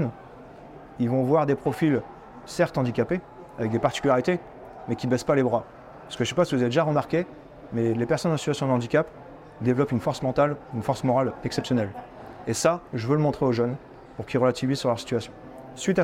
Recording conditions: busy venue